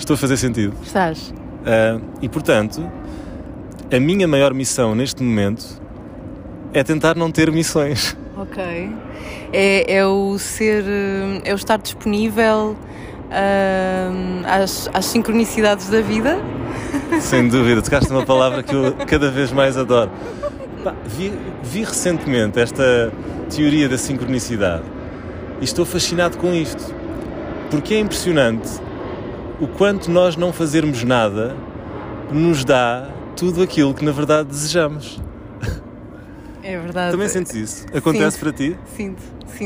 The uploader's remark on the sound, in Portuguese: Sentados nas escadinhas da capela de Santo Amaro, debaixo do som dos aviões, embalados pelo ruído de fundo da ponte 25 de Abril.